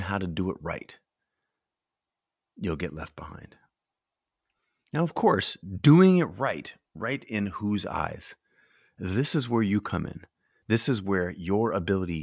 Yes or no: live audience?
no